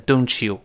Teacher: t 碰到了 ye 一定变成 ch